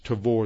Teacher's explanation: It's spelled T-A-B-O-R, but the way you pronounce it is Tavor. The B is pronounced like a V.